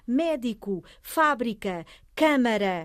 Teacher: tónica na antepenúltima sílaba · Term: esdrúxula